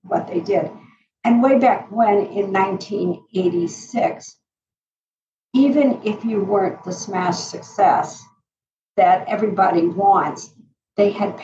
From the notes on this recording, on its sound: today's sound quality will require just an extra bit of patience